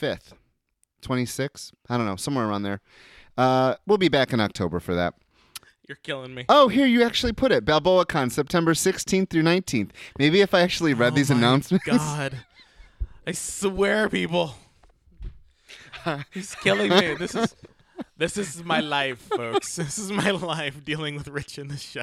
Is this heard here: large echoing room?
no